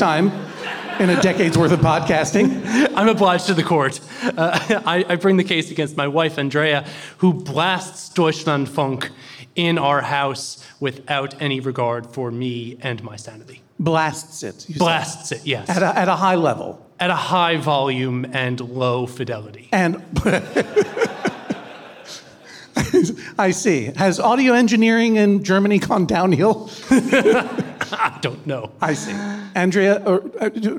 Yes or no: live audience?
yes